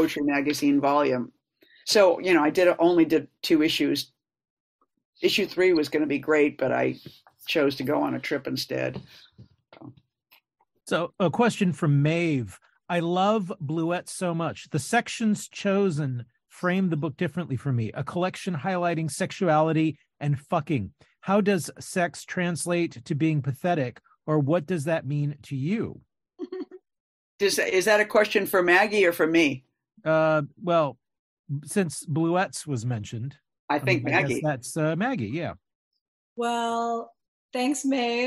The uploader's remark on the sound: This event was originally broadcast via Zoom